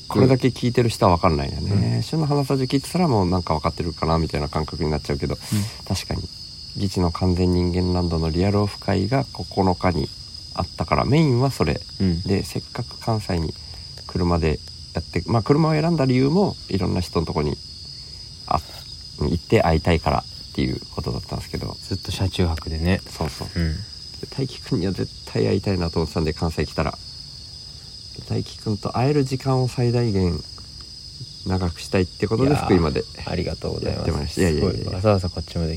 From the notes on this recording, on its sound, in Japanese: 福井県まで足を延ばし。お子さん2人も寝た後に、外でリアル収録をしました。